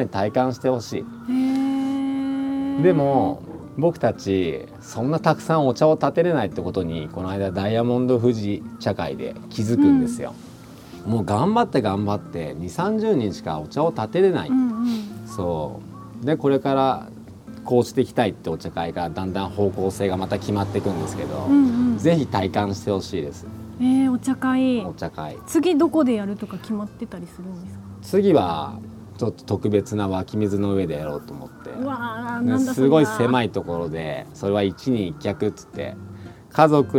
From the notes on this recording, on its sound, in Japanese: ご自宅のお庭で収録させて頂きました。